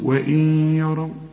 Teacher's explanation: يعني الفتحة دي عليها، الياء دي عليها فتحة، لكن عند القراءة كأن الياء دي مشددة · Term: إدغام